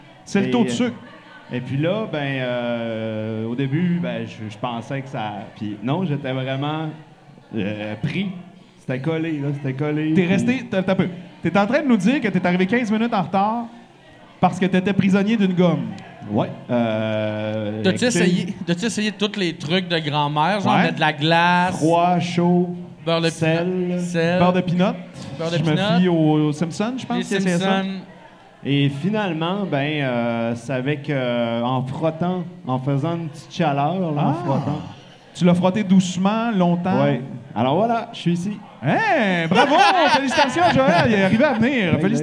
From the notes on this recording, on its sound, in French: enregistrés au Lion Bleu dans le cadre du Festival d'humour d'Alma